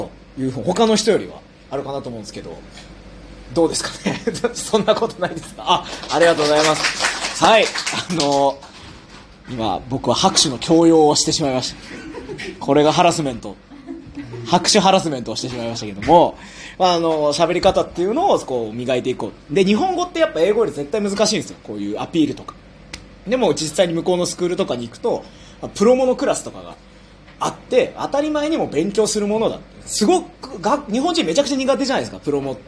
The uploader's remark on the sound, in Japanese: 初・公開収録！！トークライブの前に公開収録！！